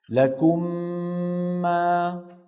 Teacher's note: بعد ما ننطق الميم الساكنة نمط الغنة تأكيدا على وجود هذه الميم الأولى · Term: الإدغام